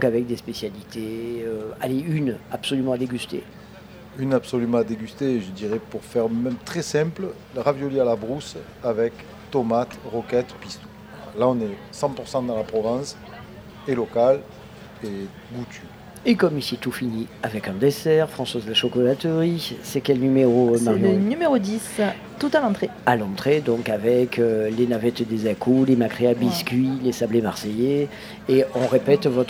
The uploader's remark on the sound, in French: Radio Grenouille au Street Food Festival 2022